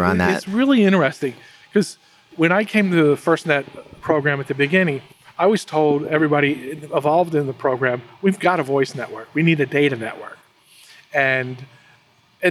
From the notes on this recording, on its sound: Thanks for joining our 16 part FRST Challenge Mini Series recorded at the competition!